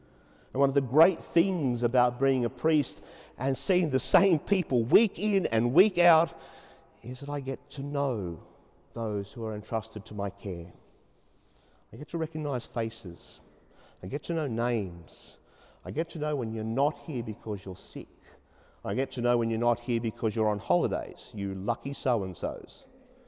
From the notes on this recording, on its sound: 30pm Saturday evening Mass in Sacred Heart Cathedral, Hamilton.